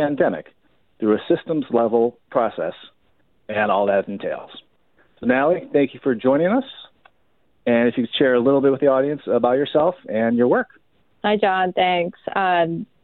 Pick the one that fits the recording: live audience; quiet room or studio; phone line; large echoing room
phone line